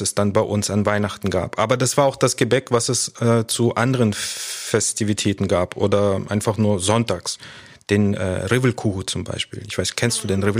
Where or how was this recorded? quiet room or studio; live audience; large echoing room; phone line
quiet room or studio